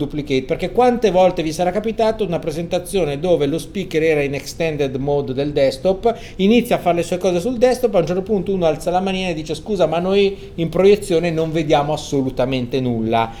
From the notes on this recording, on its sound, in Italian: Prima puntata di una lunga serie registrata ai Community Days 2015.